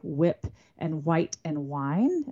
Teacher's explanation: our H's that we've dropped in words like whip and white and wine. Those were very strongly marked as lower class in the 18th and 19th century, where you would have said whip, white, wine.